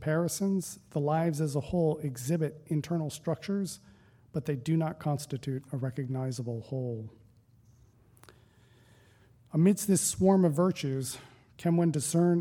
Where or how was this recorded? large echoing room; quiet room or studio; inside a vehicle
large echoing room